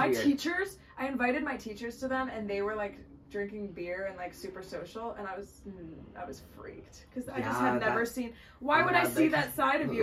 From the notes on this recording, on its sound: another round of high quality conversation and low quality audio